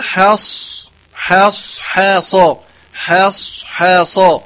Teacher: وبين حاء وترققها ثم تفخيم الصاد وفيها صفير